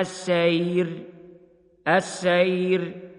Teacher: ترقق الراء الساكنة لأجل الوقف إذا وقع قبلها ياء ساكنة · Term: الترقيق